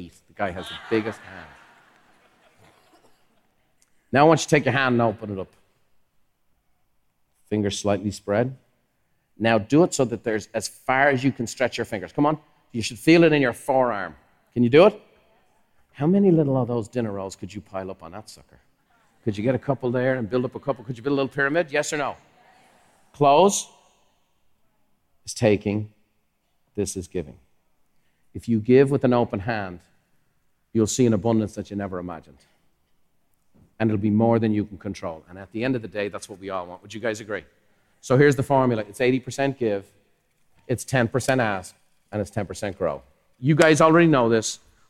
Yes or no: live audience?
yes